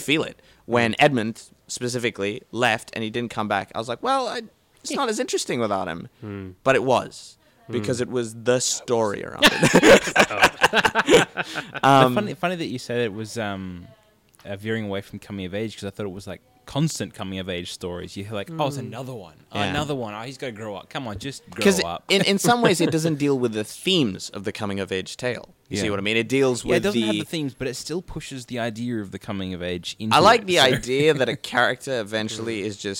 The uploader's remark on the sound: Recorded live at the Brunswick Street Bookstore.